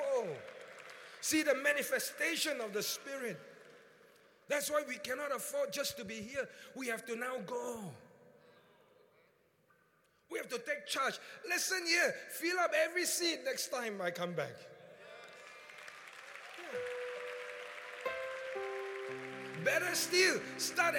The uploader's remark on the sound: Encounter Service. Preached at the Qodesh.